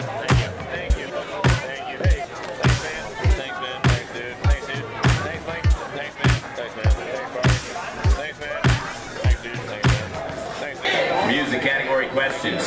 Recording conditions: busy venue